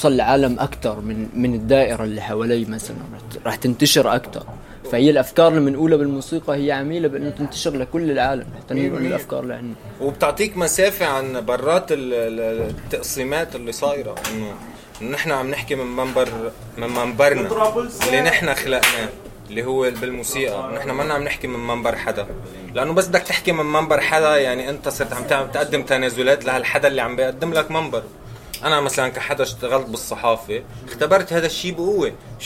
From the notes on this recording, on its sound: Speaks to some up and coming rappers at a joint performance in Beirut, and gets feedback from the audience and fans.